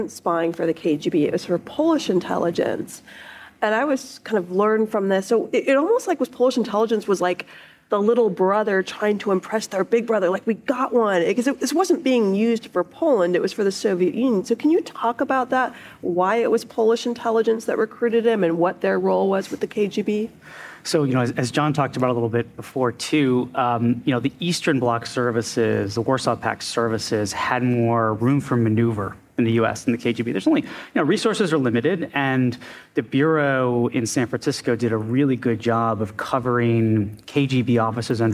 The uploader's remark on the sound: Coming to you directly from the stage of the International Spy Museum. We hosted a live panel discussion in collaboration with our friends at Goat Rodeo.